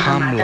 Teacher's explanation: la pronúncia es fidelitza a la llengua d'origen i per tant es fa amb Hamlet, aspirada